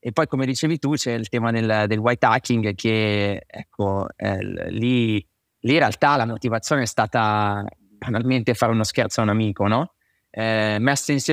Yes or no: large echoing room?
no